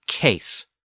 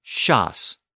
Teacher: we should expect that the English words have a hard K sound, where modern French has an SH sound